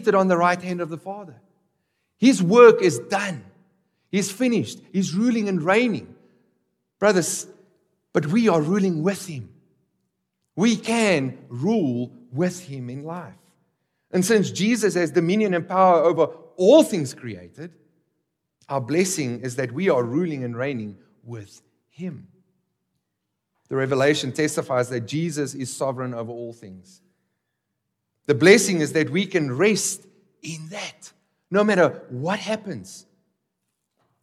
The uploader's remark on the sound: This exposition was recorded at the Johannesburg, South Africa 2023 Workshop.